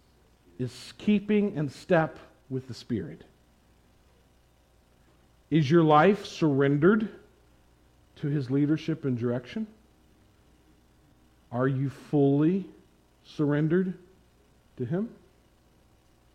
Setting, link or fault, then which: setting, large echoing room